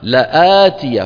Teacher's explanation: فالألف هذه منطوقة وليست كرسيا للهمزة